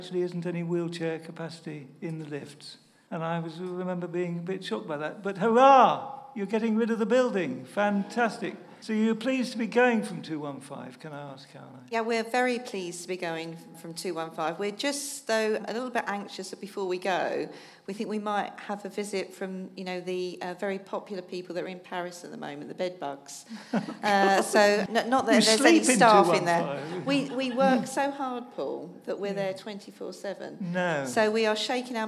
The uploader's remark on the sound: Live from Parkinson's UK! They also take questions and observations from listeners.